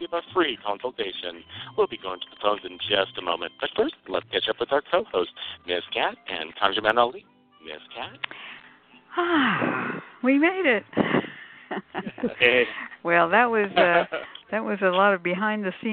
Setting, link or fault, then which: link, phone line